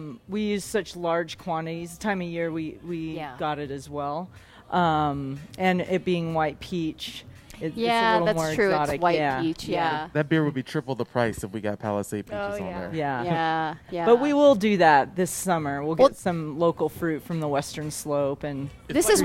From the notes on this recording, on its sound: Live from the NEW Odell Brewing Co Brewhouse and taproom in Sloan's Lake!